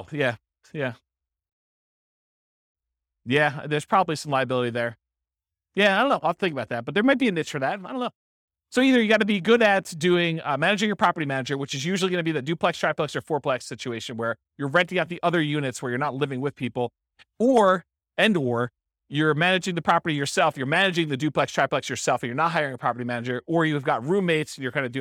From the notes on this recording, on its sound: This was a live class recorded